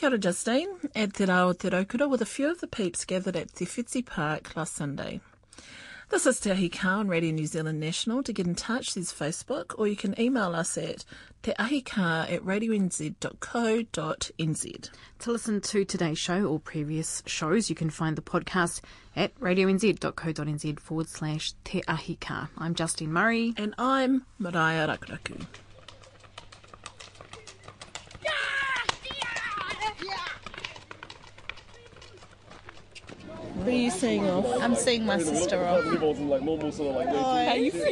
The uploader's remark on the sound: put to punters at the annual Te Ra o Te Raukura hosted by Te Ati Awa Ki Poneke at Waiwhetu (Lower Hutt, Wellington)